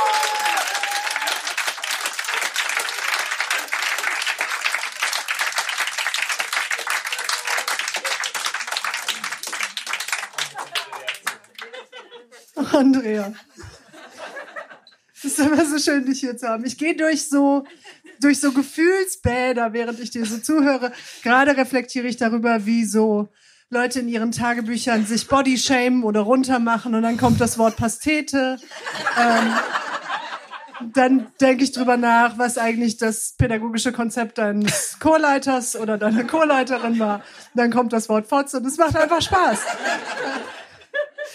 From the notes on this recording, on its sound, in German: In der einundsechzigsten Podcast-Episode hört Ihr einige Beiträge von unserer Show. Im Berliner Monarch. Heißen Dank an das Kulturhaus Insel, unser tolles Publikum.